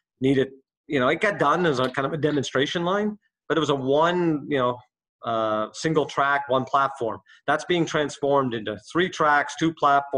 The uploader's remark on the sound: This episode was recorded remotely